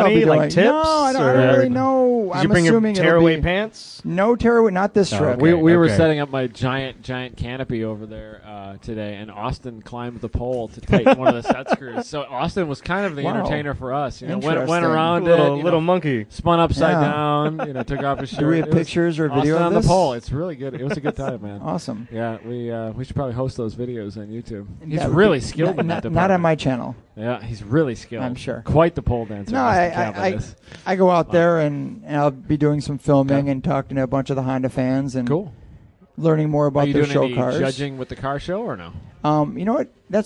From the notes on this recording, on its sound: Live at HondaMeet15 at Gingerman Raceway in South Haven, MI